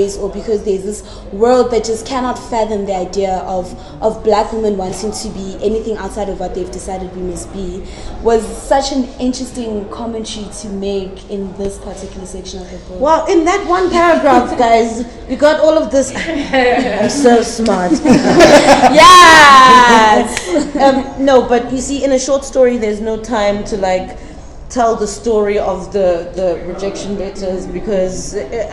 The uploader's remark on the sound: in a live podcast